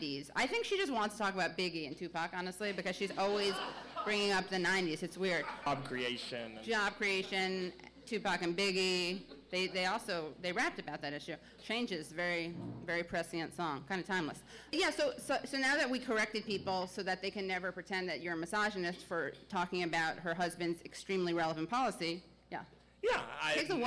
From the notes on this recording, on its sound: During this live show